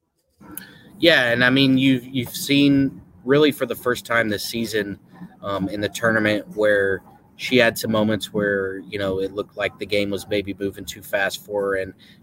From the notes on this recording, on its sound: Live from Dallas. Live from American Airlines Center in Dallas.